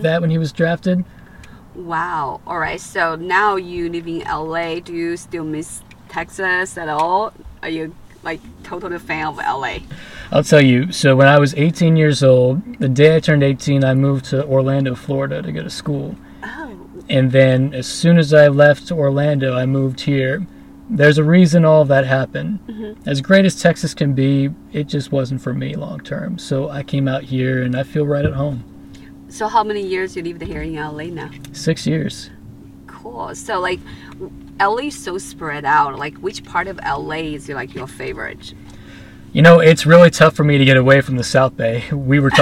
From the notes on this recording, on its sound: In The Car.